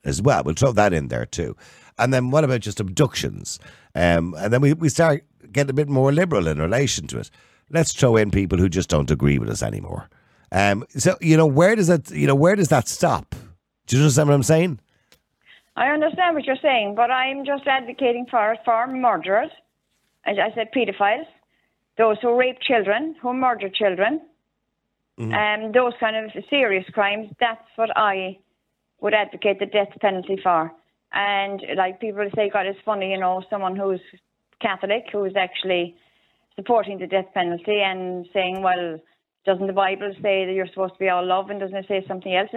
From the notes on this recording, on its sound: Opens the phone lines to callers, giving them the opportunity to voice their thoughts and opinions on the topic.